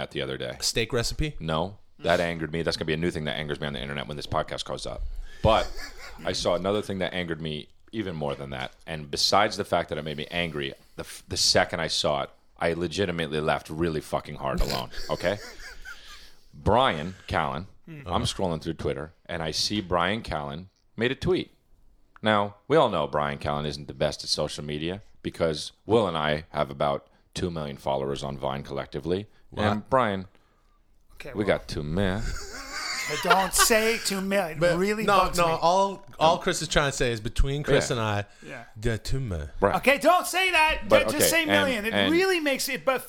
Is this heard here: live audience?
no